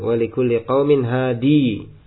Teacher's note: dan boleh pula mewaqafkan padanya dengan menetapkan ya-nya